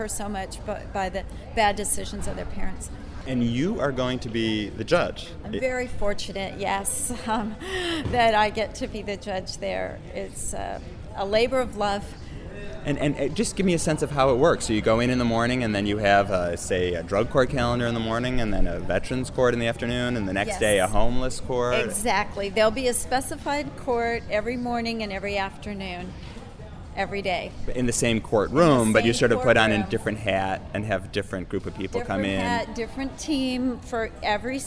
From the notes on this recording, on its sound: sorry for the background noise, but we’re in a hotel lobby.